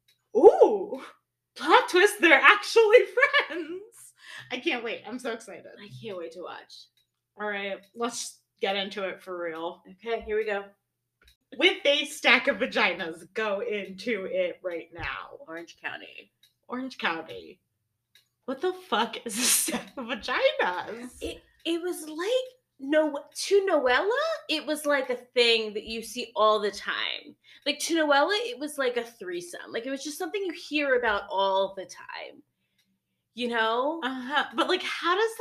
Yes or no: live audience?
no